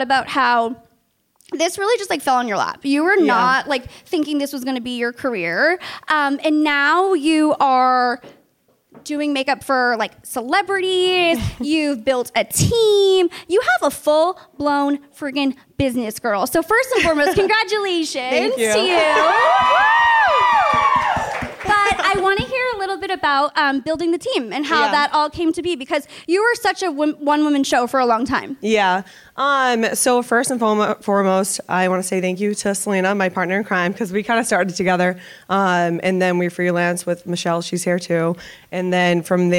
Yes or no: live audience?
yes